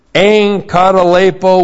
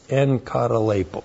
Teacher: when you have two gutturals together, this is pronounced like an N. N, ka, ta, l, e, I, p, long O.